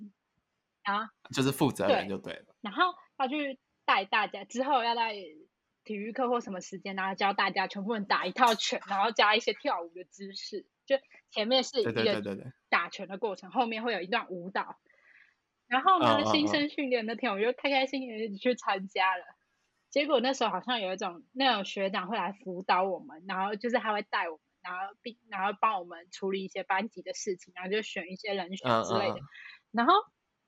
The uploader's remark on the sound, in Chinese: 此篇因為太久沒錄音所以有點激動導致音有點爆